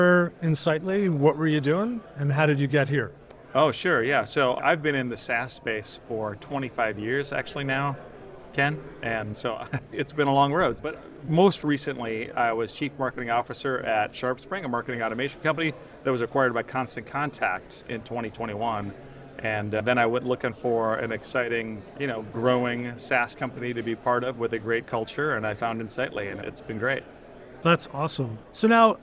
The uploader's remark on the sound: At the Ascent Conference in San Francisco.